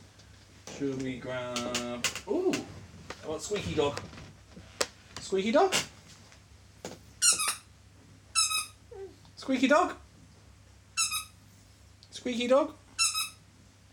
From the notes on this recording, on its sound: The microphone gets knocked around.